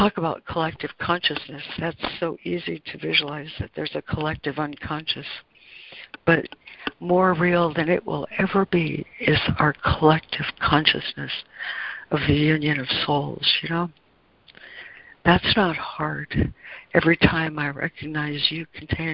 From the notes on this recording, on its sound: ACIM Daily Conference Call.